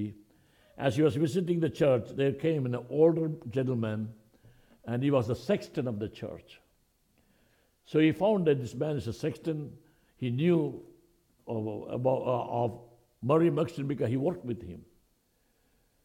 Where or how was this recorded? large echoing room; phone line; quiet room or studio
large echoing room